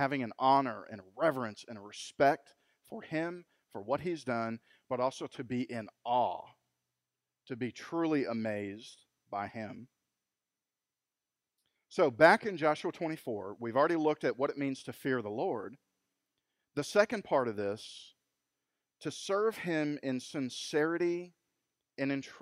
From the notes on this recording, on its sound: Recorded LIVE at Freedom Fellowship Church in Tontitown, Arkansas on Sunday August 23, 2020